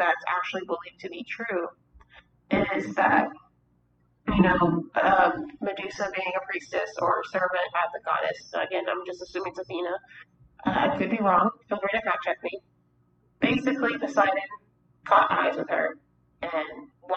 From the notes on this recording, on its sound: WE APOLOGIZE FOR THE AUDIO ISSUES